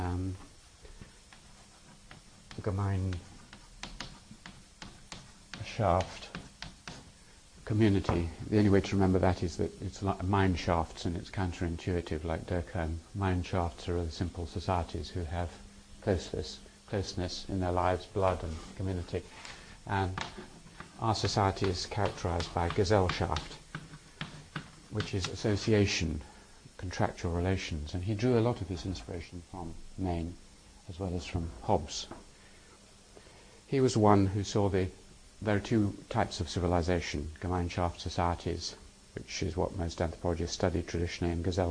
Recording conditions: large echoing room